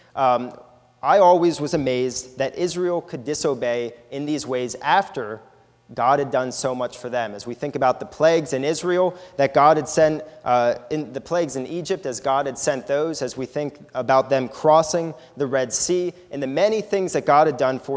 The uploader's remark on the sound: This is a sermon recorded at the Lebanon Bible Fellowship in Lebanon, PA on 7/29/2018 during the morning service